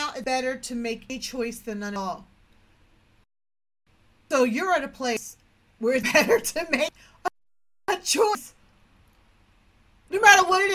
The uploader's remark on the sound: The sound may be a little off. This was my second attempt to stream via Twitch.tv.